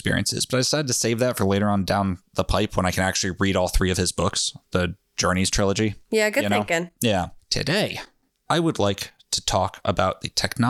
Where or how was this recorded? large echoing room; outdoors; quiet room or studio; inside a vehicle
quiet room or studio